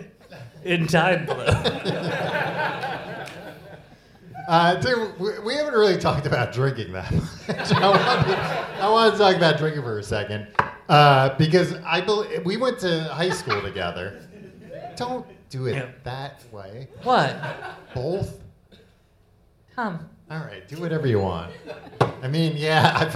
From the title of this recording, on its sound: Live in London